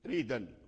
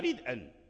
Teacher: ورش نقل حركة الهمزة إلى الدال والهمز والدال في كلمة واحدة · Shown in: first take · Term: النقل